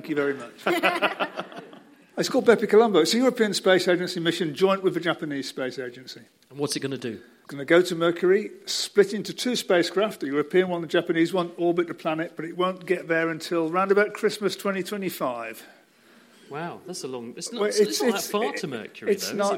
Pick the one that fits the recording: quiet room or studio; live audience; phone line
live audience